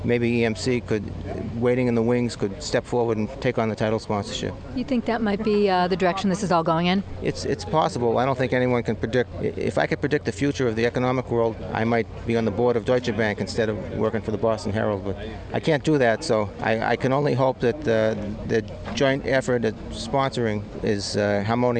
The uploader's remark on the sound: while on site at TPC Norton during the 2010 Deutsche Bank Championship